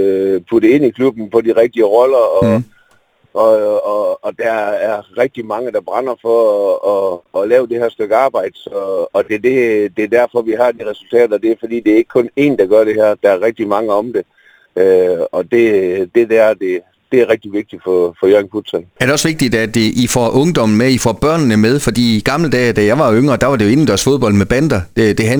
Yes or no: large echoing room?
no